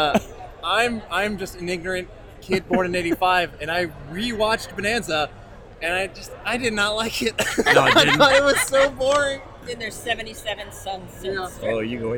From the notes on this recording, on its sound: Recorded live at Long Beach Comic Con! Talked to folks around the con.